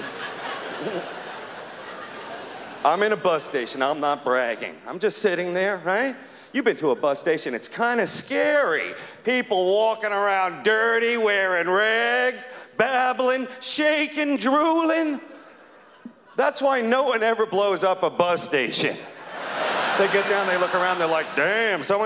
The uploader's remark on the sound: Performed at the 1999 Just for Laughs Festival in Montreal.